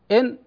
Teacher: لاحظ حينما تقول إن تجد أن طرف اللسان استقر في لثة الأسنان العليا، في لثة الثنايا العليا، إن هذا هو مخرج النون. فالنون تخرج من طرف اللسان مع لثة الثنايا العليا وهي تحت مخرج اللام